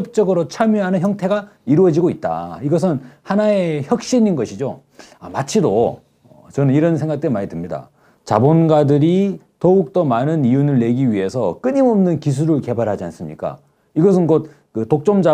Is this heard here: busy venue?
no